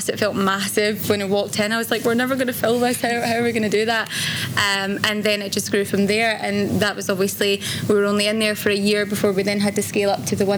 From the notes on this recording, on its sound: This in-conversation was recorded on the Eat Drink Vegan stage at Vevolution Festival 2018